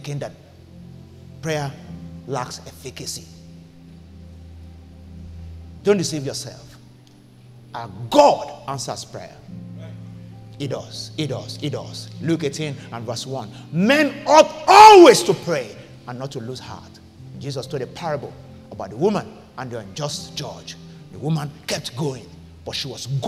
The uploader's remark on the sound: The church is based in Nigeria with multiple expressions in Lagos. Venue: PISTIS Conference Centre, Jakande, Lekki, Lagos.